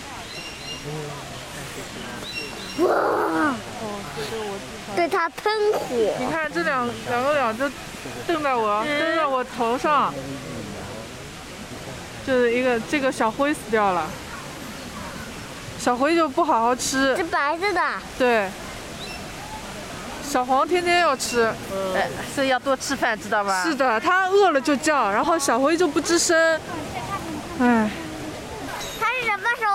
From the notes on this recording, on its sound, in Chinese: 带着录音机去跨年。31号那天带着老婆孩子去上海跨年。带上录音机，录了些游玩过程中的声音。连大虹桥区域都没出。